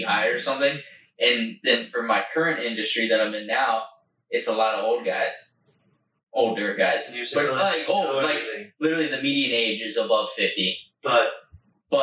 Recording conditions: poor microphone